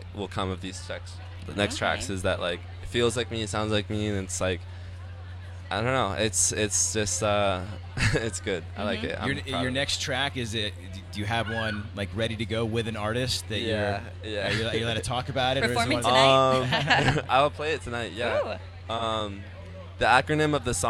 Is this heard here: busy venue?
yes